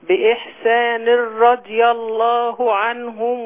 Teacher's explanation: بإحسان إدغام التنوين في الراء